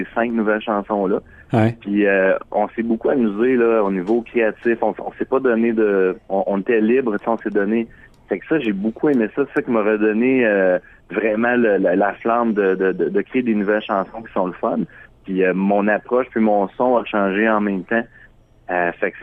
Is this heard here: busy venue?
no